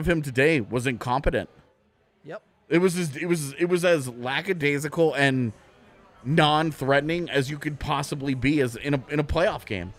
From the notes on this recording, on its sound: a live post-game show from the DNVR Bar